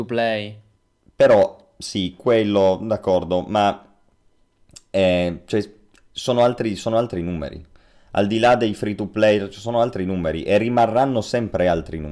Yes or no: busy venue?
no